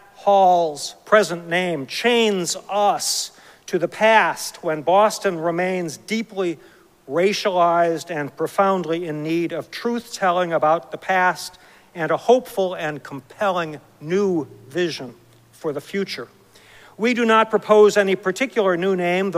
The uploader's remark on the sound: Recorded live at Arlington Street Church